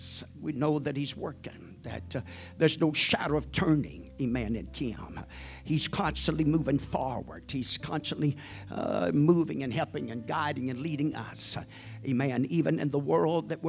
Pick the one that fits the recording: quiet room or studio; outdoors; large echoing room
large echoing room